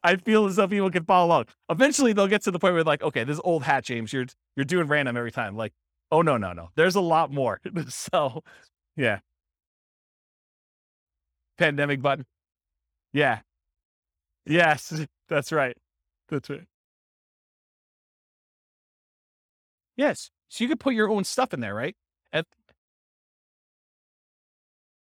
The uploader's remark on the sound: This was a live class recorded